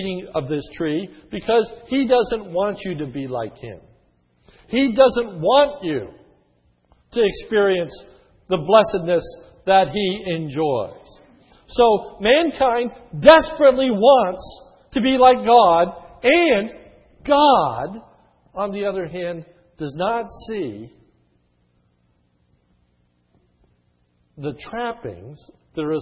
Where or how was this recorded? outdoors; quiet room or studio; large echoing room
large echoing room